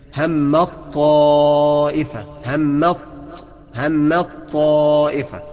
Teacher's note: حط التاء جوه الطاء وانطق من الميم للطاء على طول · Term: ادغام